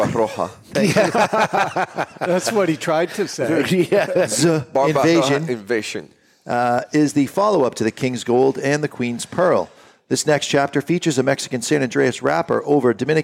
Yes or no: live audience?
yes